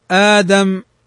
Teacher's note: أبدلنا الهمزة الثانية حرف مد من جنس حركة ما قبلها · Term: مد البدل